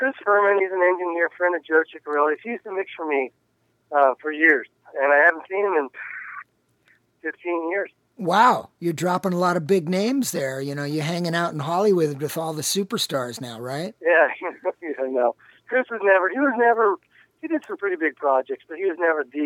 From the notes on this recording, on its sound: On the phone as they are in their “natural habitat”.